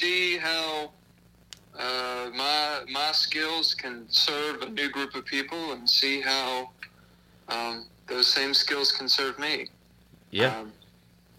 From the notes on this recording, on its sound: burnt the phone lines out to Athens, GA